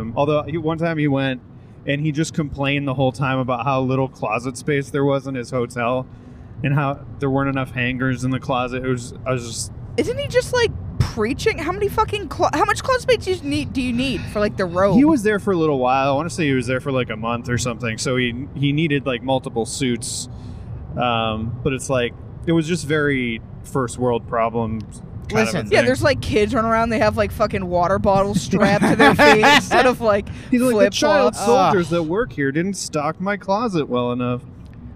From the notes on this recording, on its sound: To pass the time on the 700 hour drive to western, MA we recorded a pod